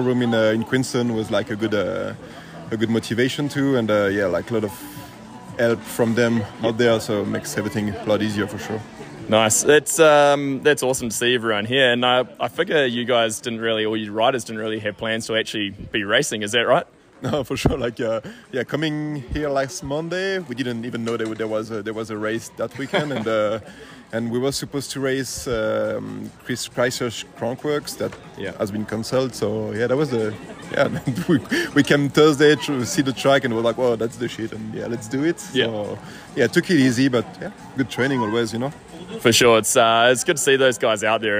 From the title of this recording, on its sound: NZ National Champs post race interviews